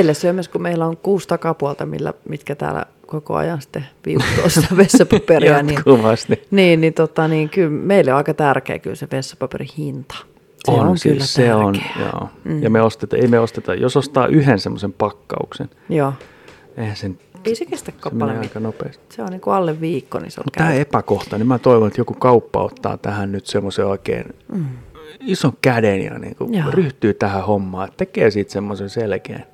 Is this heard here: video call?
no